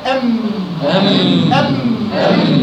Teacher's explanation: ولكن صوت الميم قاعد يجري منين؟ من الخيشوم